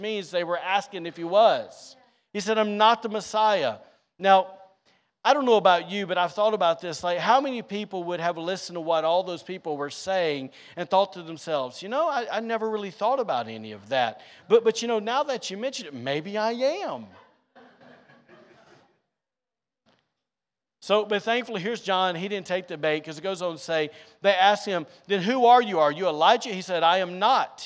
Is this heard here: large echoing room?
yes